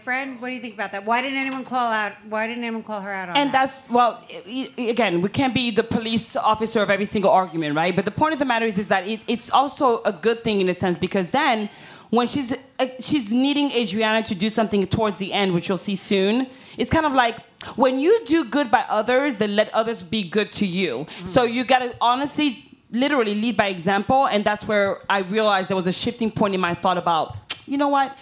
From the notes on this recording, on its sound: took the stage in NYC at City Winery for our second live "Virtual Reali-tea" event presented by Tri-State Cadillac.